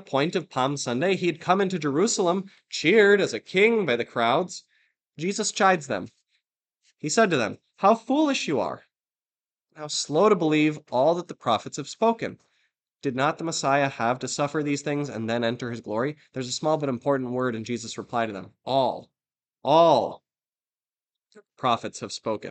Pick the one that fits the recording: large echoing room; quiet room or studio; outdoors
large echoing room